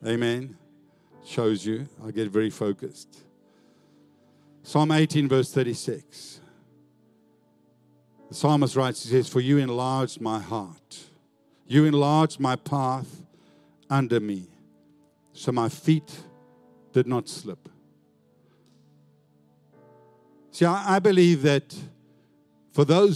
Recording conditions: large echoing room